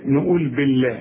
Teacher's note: مدام البه مكسورة بنرقق لفظ الجلالة